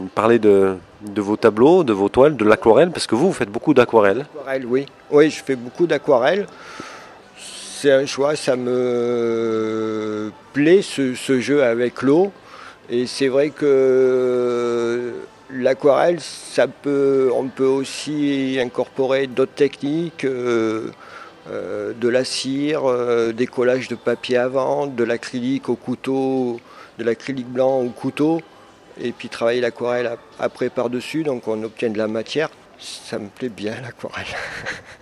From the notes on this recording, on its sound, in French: Interview audio de l'artiste peintre Aquarelliste. Lors de son exposition de peinture dans la galerie d'art de l'espace Culturel Leclerc à Gap.